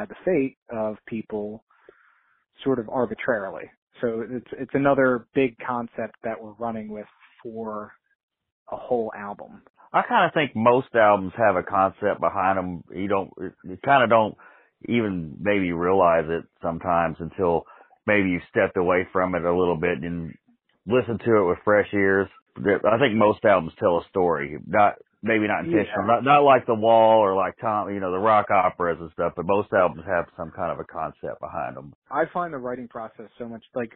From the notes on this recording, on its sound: called in to chat